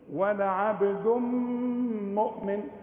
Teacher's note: ولا عبد مؤمن تنوينه بعده ميم، ادغم ادغام كامل بس بغنة، تقول ولا عبد مؤمن، ولا عبد، بس ما تقوليش ولا عبد دم وتحط لها واو من عندك، ولا عبد دم، شوف دم، ولا عبد مؤمن.